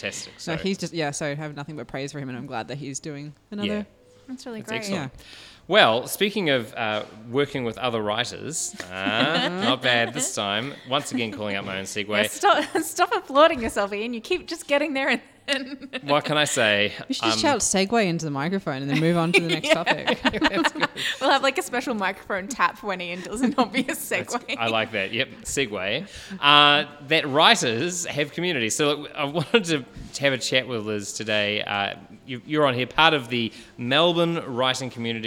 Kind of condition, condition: setting, busy venue